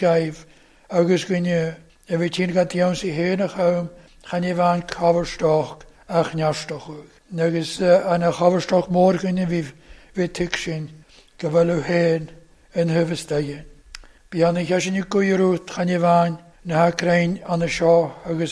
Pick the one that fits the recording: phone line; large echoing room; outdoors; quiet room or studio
large echoing room